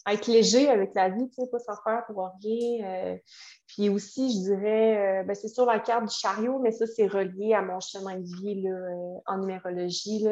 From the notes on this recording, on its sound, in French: Désolée pour la qualité audio, je suis consciente que l’enregistrement sur Zoom n’est pas l’idéal.